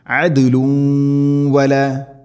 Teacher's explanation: വല യുഖ്ബലു മിൻഹ അദ്ലു വല അദ്ല, ദാലിന് സുക്കൂൻ ഖൽഖല ചെയ്യണം, ശരിക്കും കേൾക്കണം.